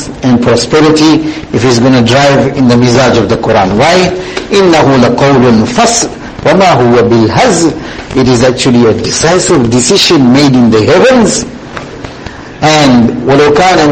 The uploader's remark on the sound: Jumuah lecture.